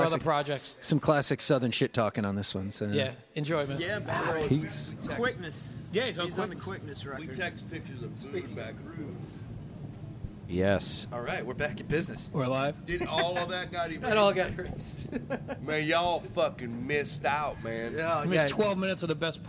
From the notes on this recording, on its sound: Amongst the wonderful noises of the Saint Vitus Bar basement.